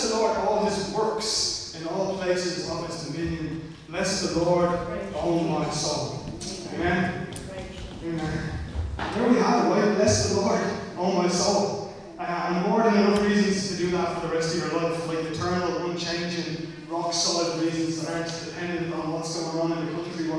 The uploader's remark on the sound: Recorded live at Liberty Church on 30 August 2020